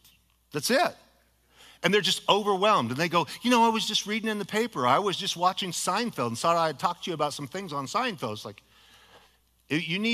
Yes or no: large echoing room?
yes